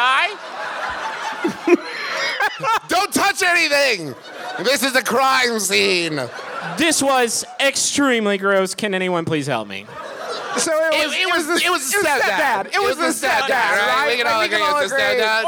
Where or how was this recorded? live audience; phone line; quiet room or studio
live audience